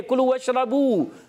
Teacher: واؤ ساکن سے پہلے پیش آیا، واؤ مدہ ہے اور جوف دہن سے ادا ہوگا